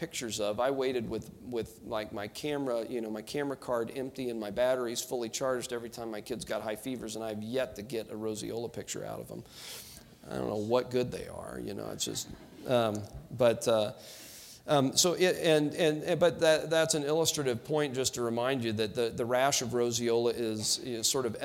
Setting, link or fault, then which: setting, busy venue